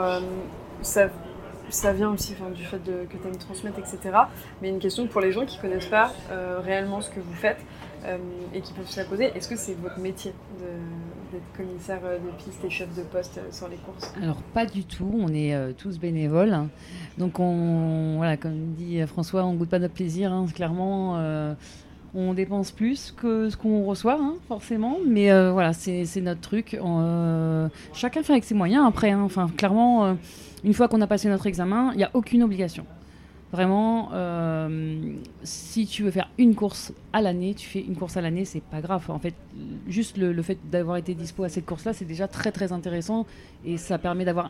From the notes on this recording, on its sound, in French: enregistré au circuit de Magny-cours lors de la manche du WSBK